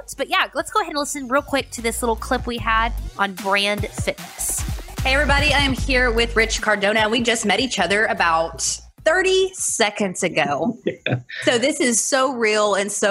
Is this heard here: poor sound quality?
no